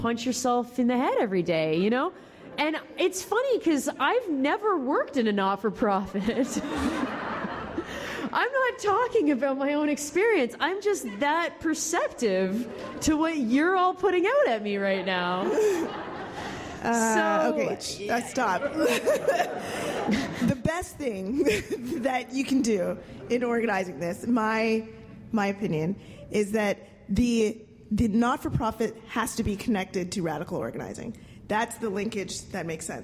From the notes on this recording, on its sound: Take lively questions from the audience. Jokes from the floor.